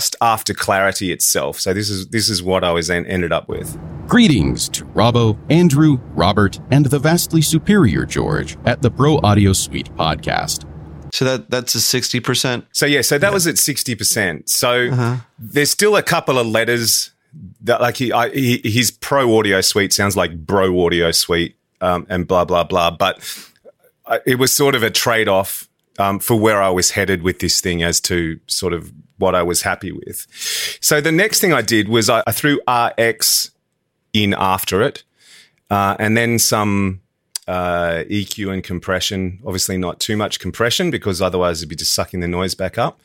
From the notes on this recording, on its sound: Try recording something on a plane and seeing what Clarity could do with it. Recorded some dialogue on a flight across the Mid West of the US.